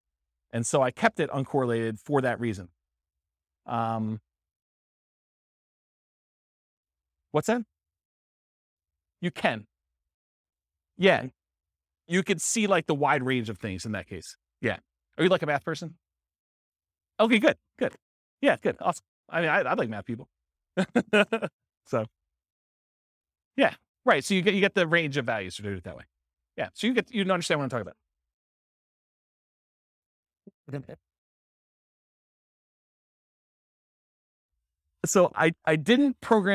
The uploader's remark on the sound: This was a live class recorded